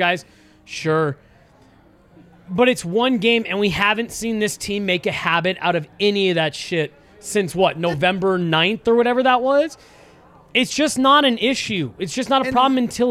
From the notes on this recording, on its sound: come to you LIVE from the DNVR Bar